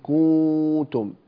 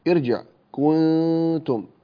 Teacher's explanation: إن كنتم، يلصق في مخرج الكاف، كنتم، النون ساكنة فلا تضم الشفتين فيها · Shown in: second take · Term: الإخفاء